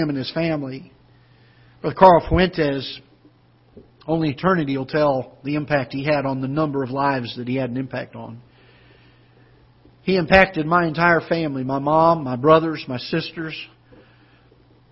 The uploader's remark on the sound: Ketha Heights Baptist Church ~ Live Broadcast